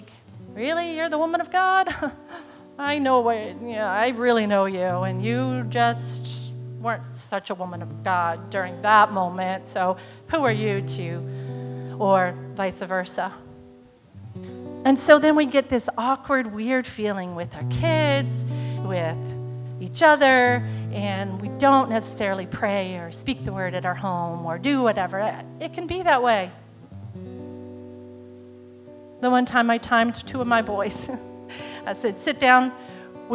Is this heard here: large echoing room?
yes